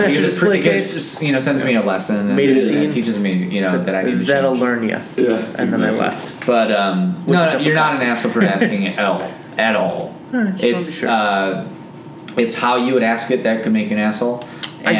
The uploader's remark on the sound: This episode was recorded in the basement of Tipico Coffee, the Cafe owned by our guest.